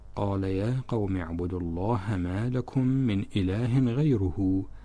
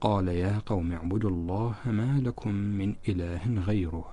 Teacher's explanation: عندما وقفنا على كلمة غيره فبإسكان الهاء الضمير · Shown in: second take